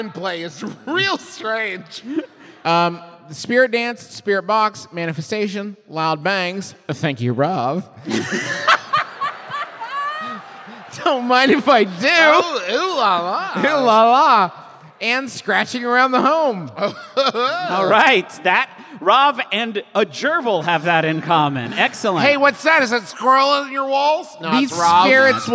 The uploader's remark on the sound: Live from the road in beautiful Beantown, it’s the Fancy Takes Flight Boston Show